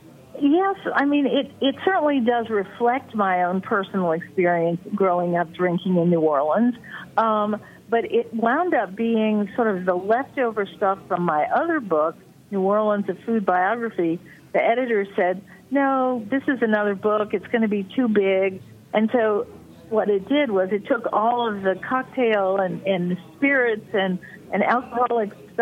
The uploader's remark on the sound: by phone